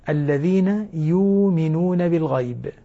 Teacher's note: يقرأها ورش بإبدال الهمزة واوا